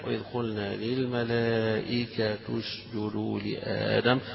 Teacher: إعرابها أن التاء مكسورة ولكن تنطق مضمومة ليقا للإتباع، إتباع الحركة، الحركة يعني للتسهيل في القراءة.